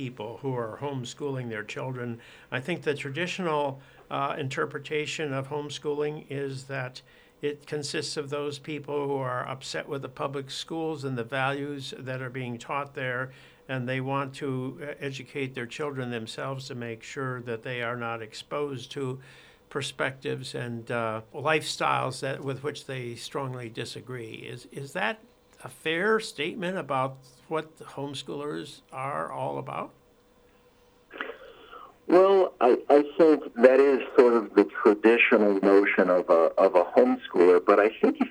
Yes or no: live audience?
no